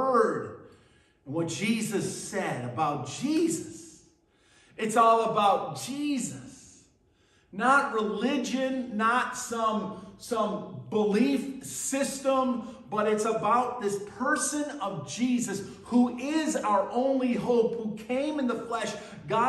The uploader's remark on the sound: At Burlington Christian Church on October 22nd, 2023.